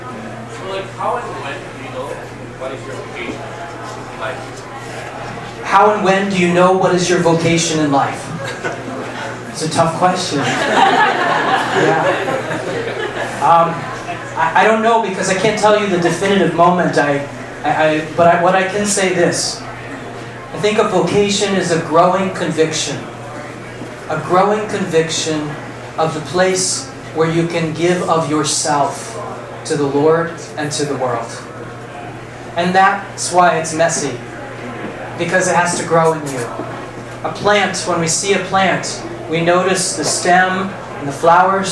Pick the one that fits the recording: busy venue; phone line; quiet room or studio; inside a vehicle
busy venue